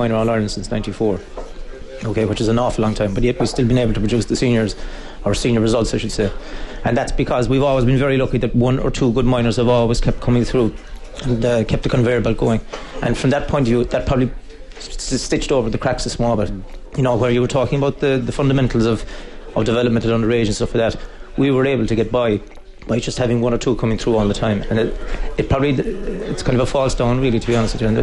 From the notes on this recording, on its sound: The Panel was broadcast live from the 24th Annual Comortas Peile.